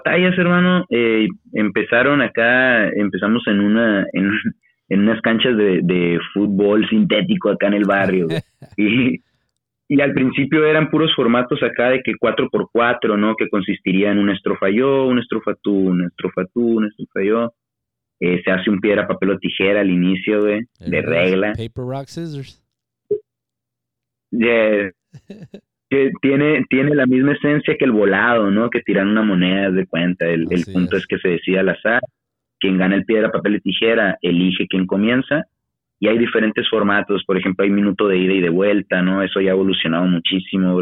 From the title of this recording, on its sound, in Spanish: Entrevista Telefónica